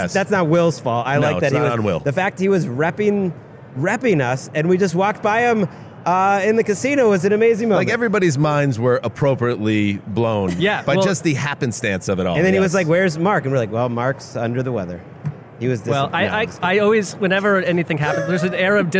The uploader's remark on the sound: In a convention center full of heroes. On radio row LIVE from Las Vegas.